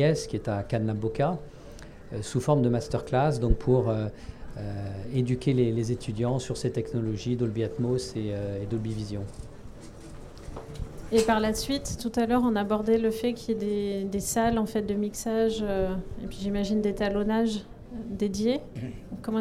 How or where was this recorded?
busy venue